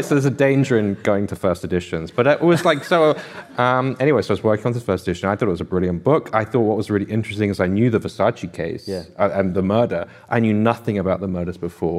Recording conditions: live audience